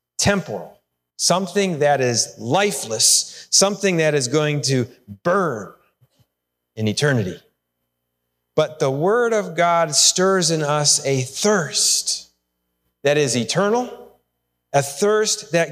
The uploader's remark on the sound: Sermon recorded live at Holland FMC. We are located in Holland, Ohio, USA.